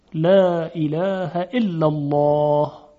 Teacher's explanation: کلمه الله کلمه استثنایی است که لام در اون تفخیم میشه، منتها تحت شرایطی. · Term: لام جلاله